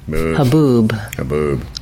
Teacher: The stress in the word haboob falls on the second syllable, boob.